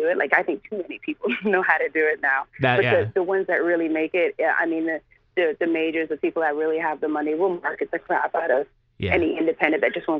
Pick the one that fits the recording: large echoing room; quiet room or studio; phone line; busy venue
phone line